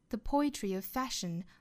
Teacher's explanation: of 这个 v 和后面的 fashion 这个 f 属于是两个口型完全相同的辅音，我们做省前留后，直接读成 a fashion 就可以了。